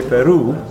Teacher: the stress in the word Peru is on the second syllable